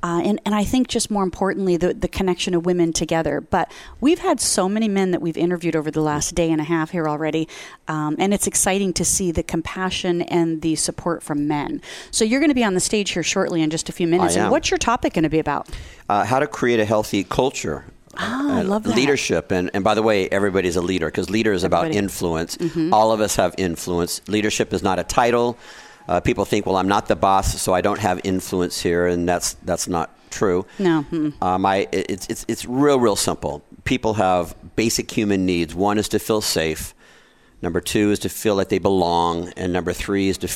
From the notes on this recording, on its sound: Live form the Largest Women's conference in the USA. We will be live for 2 days bringing you all the event action, keynote speakers and VoiceAmerica hosts.